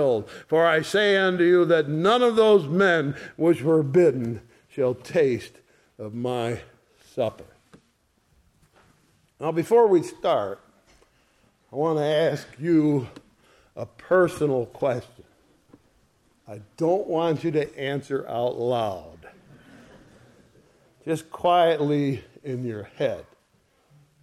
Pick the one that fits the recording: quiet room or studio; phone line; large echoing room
large echoing room